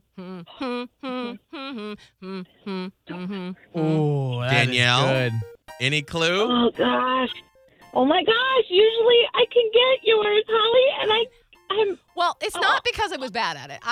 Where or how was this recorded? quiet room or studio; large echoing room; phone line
phone line